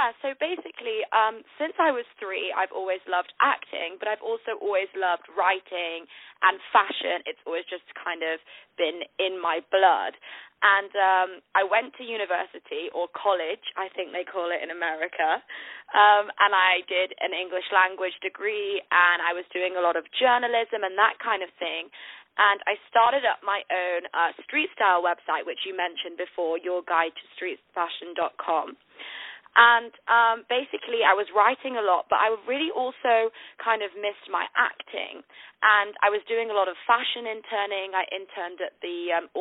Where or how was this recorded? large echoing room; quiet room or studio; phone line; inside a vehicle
phone line